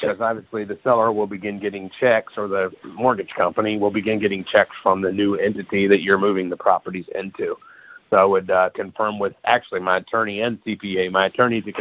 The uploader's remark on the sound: Gold Club Q&A Call